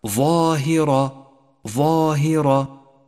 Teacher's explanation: أولا، الراء المفخمة لونت بالأزرق للدلالة على تفخيمها، وذروا، وذروا قبلها مرقق وبعدها مرقق، ثم بعد ذلك ظاهرة، الظاء مفخمة والهاء مرققة والراء مفخمة